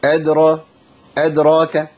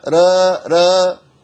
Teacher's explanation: أيوة لازم تبين الفتح وما تجيبش إمالة · Shown in: first take